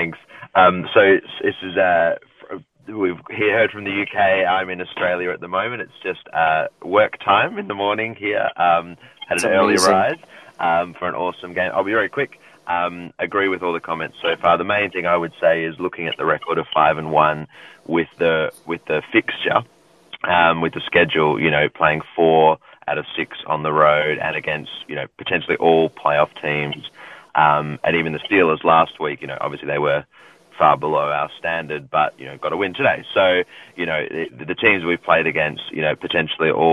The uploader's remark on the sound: Postgame Call-In Show